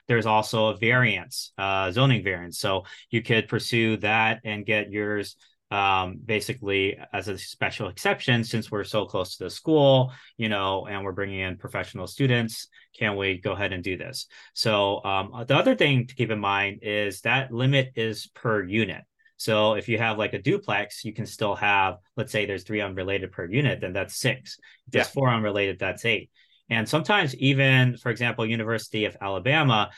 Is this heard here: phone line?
no